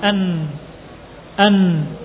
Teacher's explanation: Mengeluarkan huruf-hurufnya yaitu nun sukun dan juga tanwin dari makhraj asalnya yaitu ujung lidah dengan gusi.